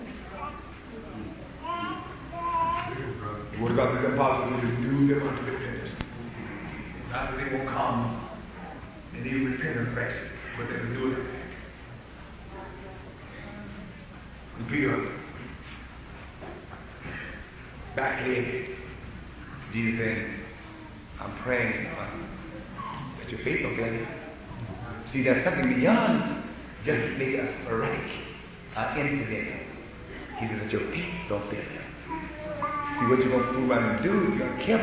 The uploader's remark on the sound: preached at the 1985 Springfield (OH) fellowship meeting